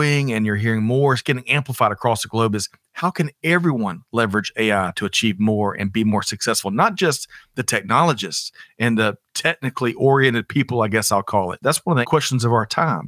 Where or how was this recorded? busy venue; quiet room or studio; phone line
quiet room or studio